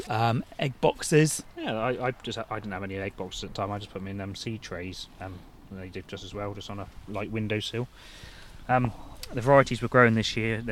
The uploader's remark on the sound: we head back to a cold, wet and blowy allotment for our second visit of the season